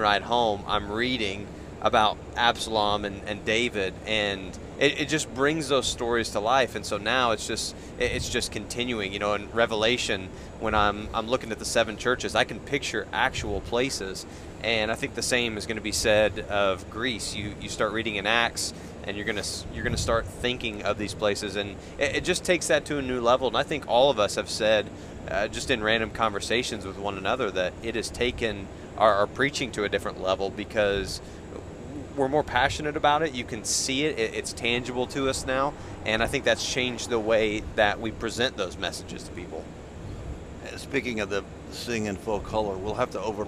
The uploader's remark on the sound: Join us as we take our podcast on the road by recording the first episode from our Expedition Greece series in the van.